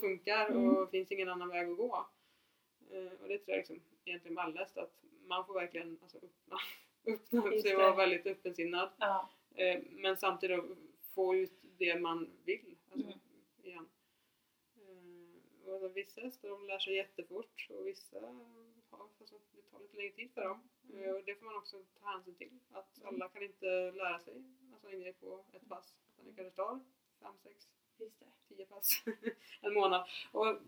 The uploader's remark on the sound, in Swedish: Ljudet är tyvärr lite lågt i detta avsnitt.